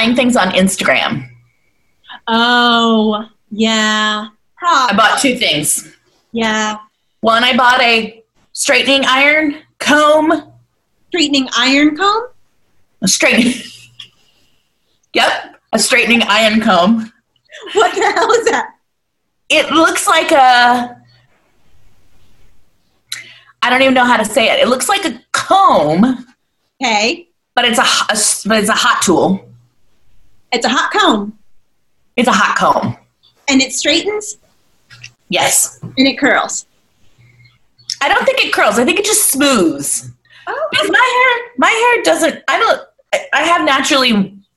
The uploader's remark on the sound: Recorded on a zoom call. Better than nothing but not great either.